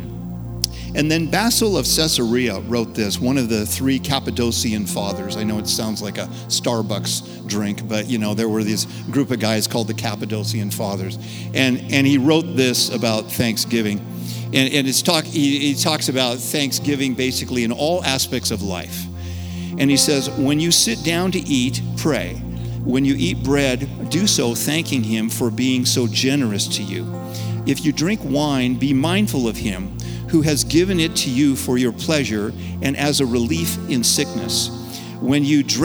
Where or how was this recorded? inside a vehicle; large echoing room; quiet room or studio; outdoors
large echoing room